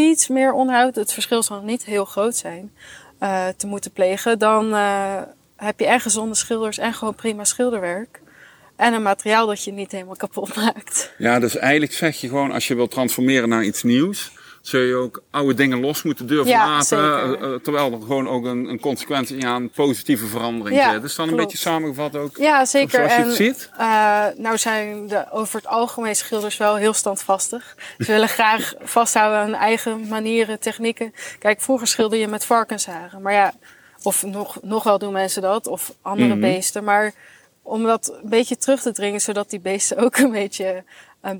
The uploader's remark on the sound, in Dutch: Tijdens een inspirerende wandeling door de historische en mooie stad Leiden. Onze allereerste Bouw Vakidioten Walking Podcast is dus een feit! We staan stil bij een aantal prachtige historische bezienswaardigheden zoals de Rembrandtplaats, het instituut voor de Nederlandse taal en het academiegebouw van de Universiteit vlakbij de Hortus botanicus.